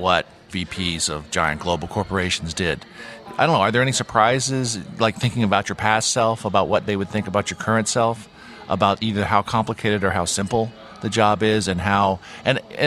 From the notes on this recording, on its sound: joined us live at VMworld 2016